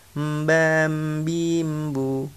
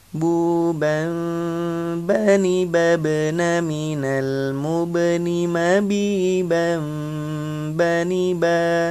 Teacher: yang tepat melafatkan huruf ba adalah dia ditekan tidak keluar nafas dan memantul ketika disukun. · Shown in: second take